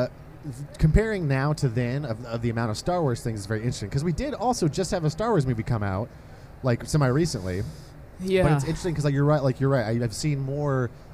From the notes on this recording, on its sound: Live on the floor at C2E2 itself in the Podcast Central booth. This episode was super fun to record as we were basically watching hundreds of people walk past us in amazing cosplay the entire time. If we sound a little scattered during the live portion of the episode, it's because we were! The people walking by who occasionally would stop to see what weird thing was happening.